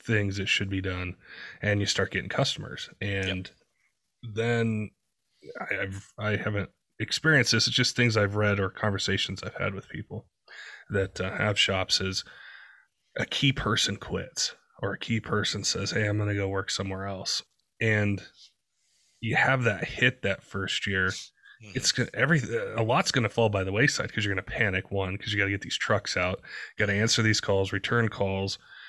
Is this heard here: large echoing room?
no